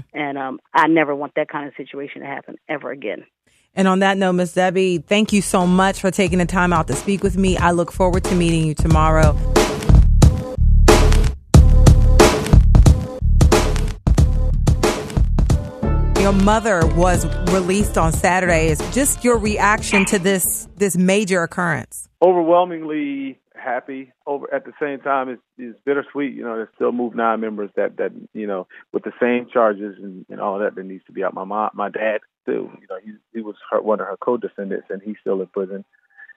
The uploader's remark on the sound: via phone